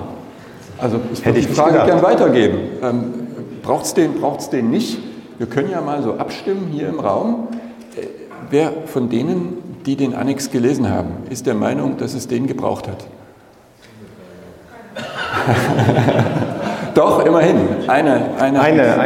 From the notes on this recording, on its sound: GMP-Konferenz in Mainz. Live Podcast Session.